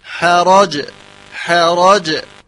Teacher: ح مرققة ثم راء مفخمة